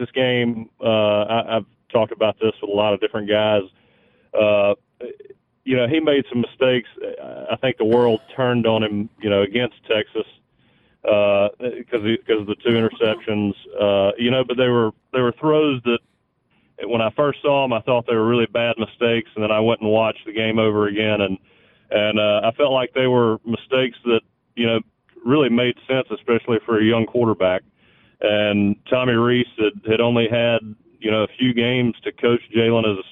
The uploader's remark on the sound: more of your phone calls